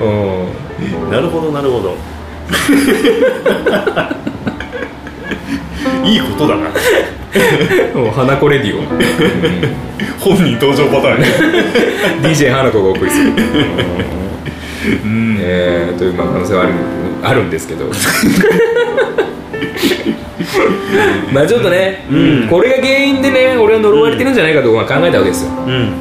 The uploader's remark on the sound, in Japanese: 公開収録。